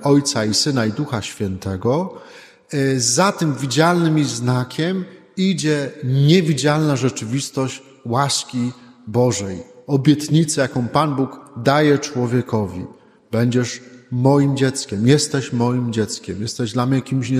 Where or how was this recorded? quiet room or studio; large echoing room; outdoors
large echoing room